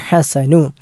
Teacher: വലഹു സനാഉ അൽ ഹസൻ, അവിടെ ഹ ആണ്, ഐൻ ഉച്ചരിക്കുന്ന അതേ സ്ഥാനത്ത് തൊണ്ടയുടെ മധ്യഭാഗത്ത് നിന്ന് പുറപ്പെടേണ്ട അക്ഷരമാണ്